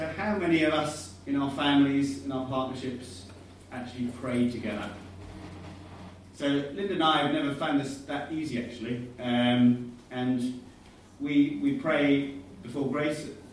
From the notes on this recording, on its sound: Sound quality below normal, was recorded from alternative source.